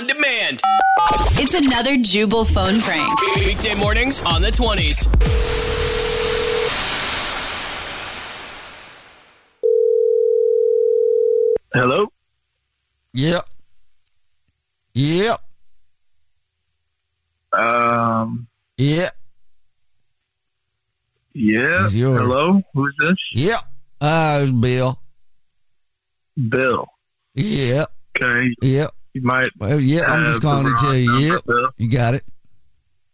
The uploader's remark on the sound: phone prank style